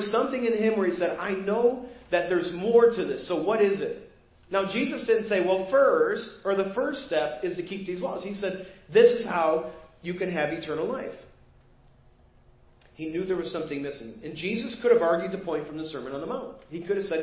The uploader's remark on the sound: Preached at First Baptist Church of Hazel Park